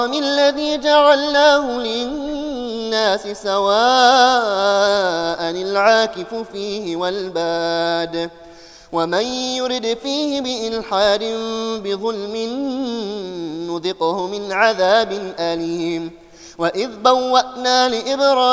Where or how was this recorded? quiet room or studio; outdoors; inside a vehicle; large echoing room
large echoing room